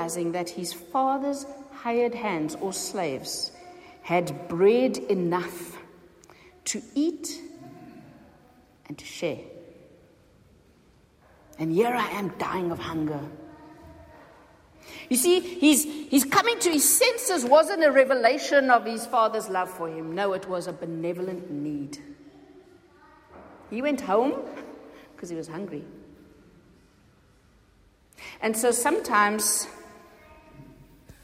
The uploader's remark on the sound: Recorded at the 9:30am service on Sunday 11th June 2023.